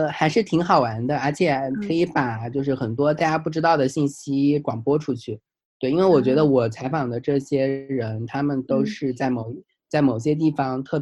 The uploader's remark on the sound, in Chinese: Zoom 连线对话